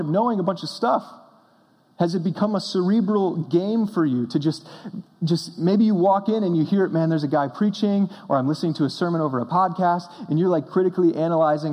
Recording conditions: large echoing room